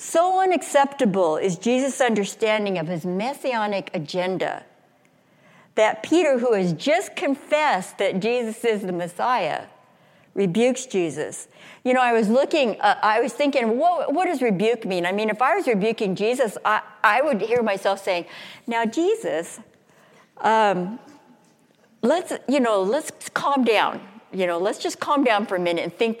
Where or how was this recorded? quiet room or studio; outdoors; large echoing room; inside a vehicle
large echoing room